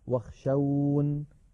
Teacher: ونقف عليها واخشون هكذا بحذف ياء المتكلم